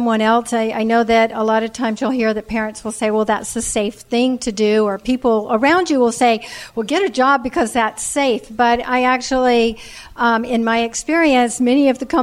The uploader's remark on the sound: From our first live LIBERTY Sessions in Los Angeles.